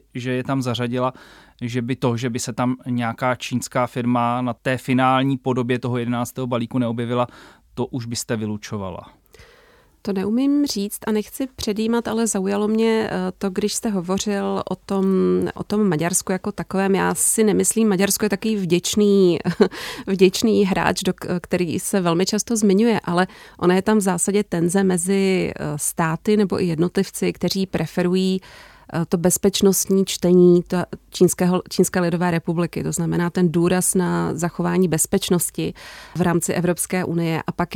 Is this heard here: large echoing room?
no